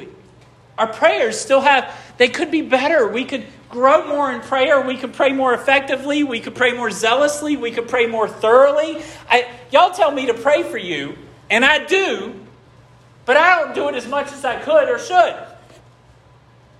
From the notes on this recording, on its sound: This sermon was preached at Hope Fellowship. 76 Lewis Mill Rd.